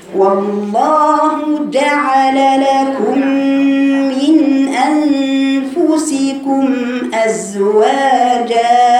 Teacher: لا ليست جا جا جا الجيم لا يجري صوتها حرف شديد